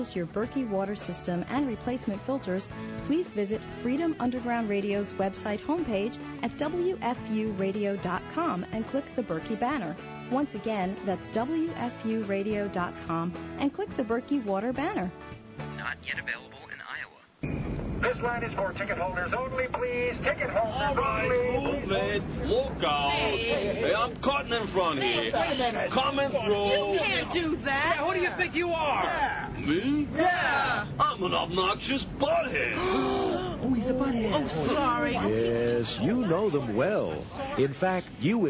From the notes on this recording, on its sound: take phone calls from the listeners